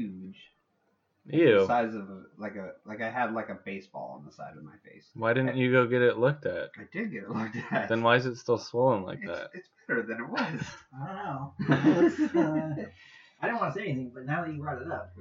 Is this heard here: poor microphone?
yes